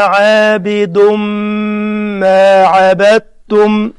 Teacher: عابد عابد ضم دم تنوين بعد ميم اسمه إدغام بغنة، يعني أدخل التنوين في الميم. ضم ضم ضم ولا أنا عابد ما عبدتم.